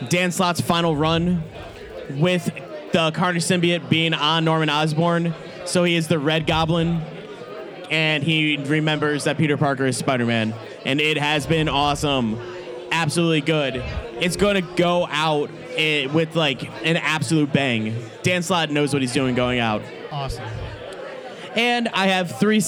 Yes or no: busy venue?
yes